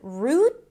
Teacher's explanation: an R sound, then the tense oo, root with a held T at the end, or route? Route.